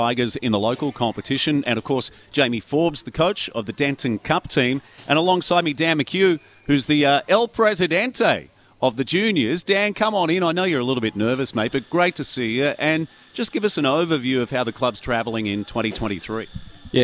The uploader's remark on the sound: live from Edsac the home of the Entrance Tigers